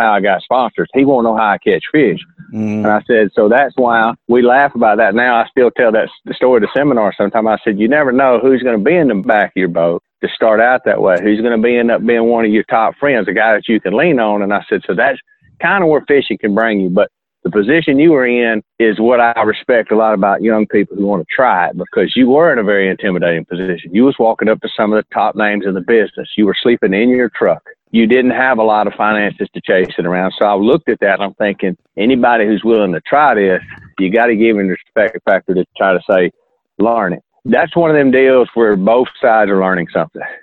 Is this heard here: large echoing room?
no